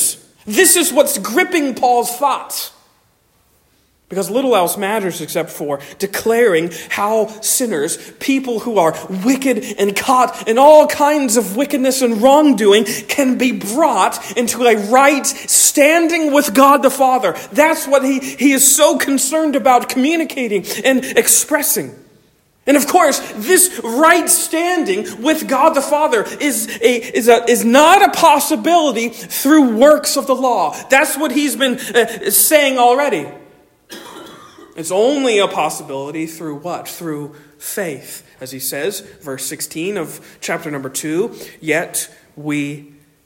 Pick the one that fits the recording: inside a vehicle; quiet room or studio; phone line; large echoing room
large echoing room